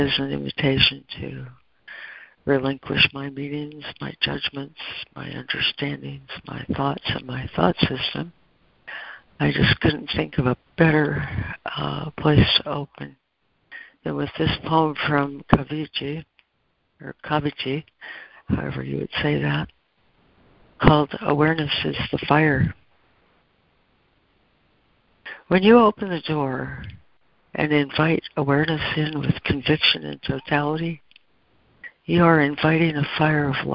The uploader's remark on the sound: ACIM Daily Conference Call